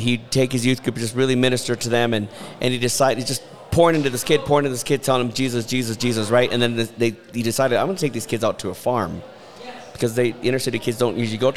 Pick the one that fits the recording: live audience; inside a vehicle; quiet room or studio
live audience